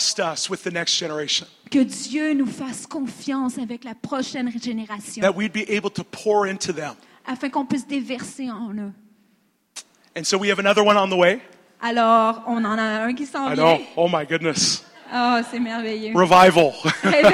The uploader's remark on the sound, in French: Conférence rivières de Gloire-13 Mai 2016